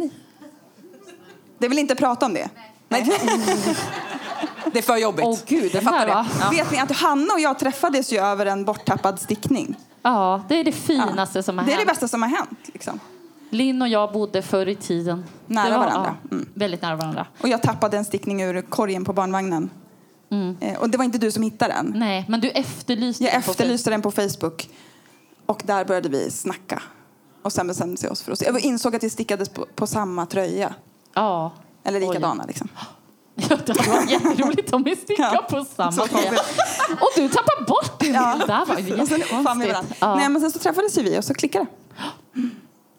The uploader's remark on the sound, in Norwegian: Live i Oslo.